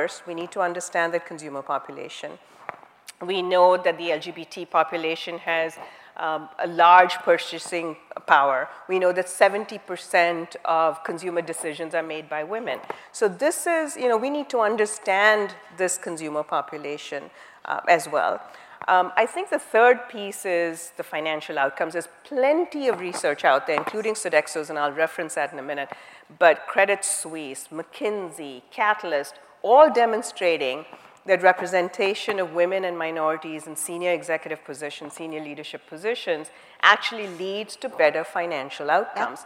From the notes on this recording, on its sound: The best of live interviews from GreenBiz events.